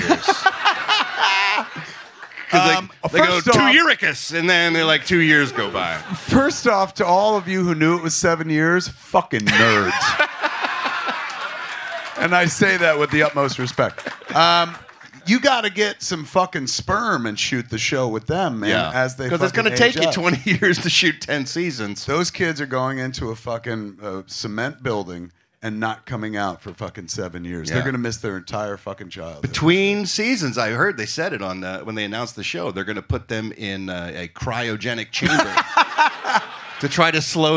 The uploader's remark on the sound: perform live at Flappers Comedy Club in Burbank, CA on April 15, 2023